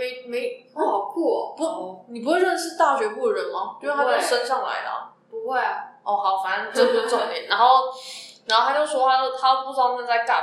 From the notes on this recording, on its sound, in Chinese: 這系列為直接午餐聊天所錄的音，如雜音較多，再請見諒